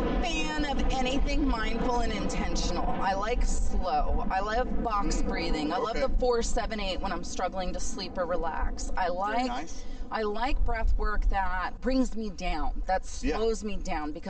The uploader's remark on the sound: I had a fun walk and talk. In San Diego recently. You will have to ignore, or enjoy, the buzz of the occasional airplane as we chat!